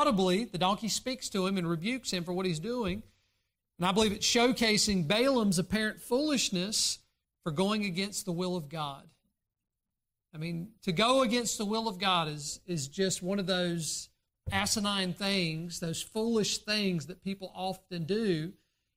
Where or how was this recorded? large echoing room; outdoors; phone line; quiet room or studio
large echoing room